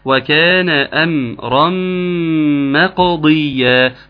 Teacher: هتقلقل القاف هتكسر الضاد